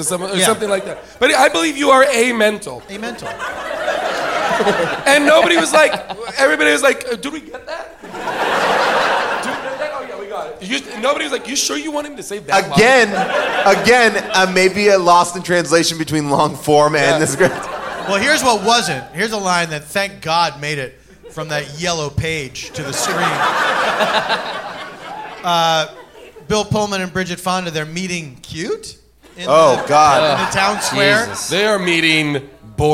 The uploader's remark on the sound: LIVE from Largo in LA. Audience Q&As.